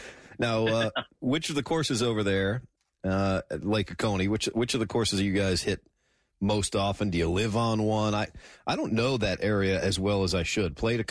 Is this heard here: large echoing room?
no